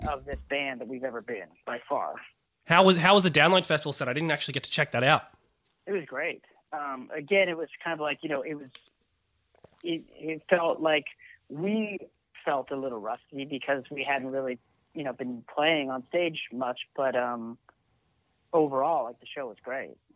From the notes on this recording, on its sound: joins 'The Green Room' podcast on the phone in LA